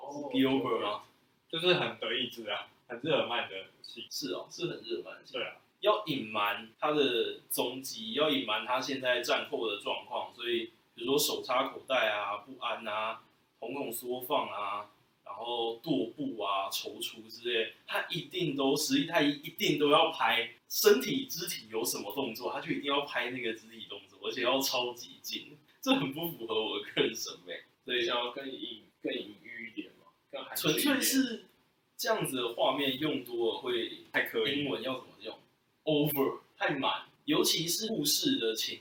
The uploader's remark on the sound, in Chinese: 紫羅蘭的第1-2兩話是首次錄音，成品音質與口語剪輯都比較差勁，日後會慢慢修正。